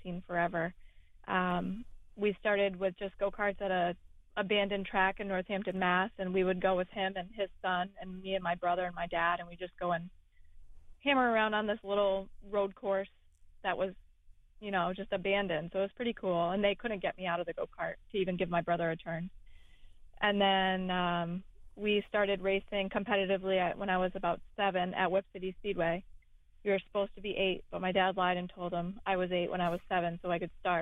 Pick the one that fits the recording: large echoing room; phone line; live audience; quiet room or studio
phone line